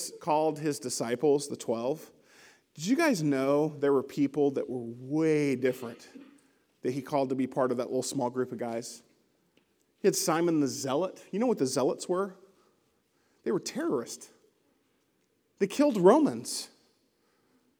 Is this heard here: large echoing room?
yes